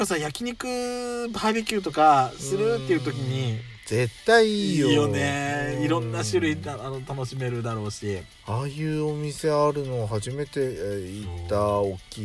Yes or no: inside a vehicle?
yes